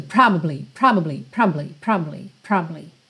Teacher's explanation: É como se você passasse tão rápido, mas tão rápido por essa sílaba do meio que ninguém nem escuta.